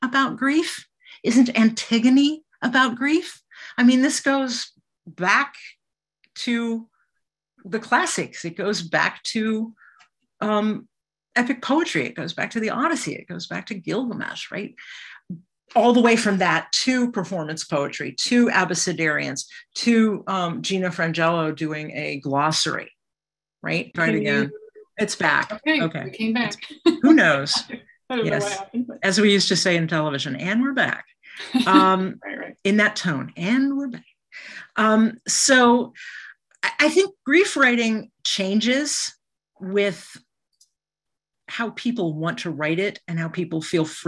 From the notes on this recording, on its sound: Here is the audio from my online conversation with author. The Zoom recording of my conversation. Thanks to everyone who tuned in live.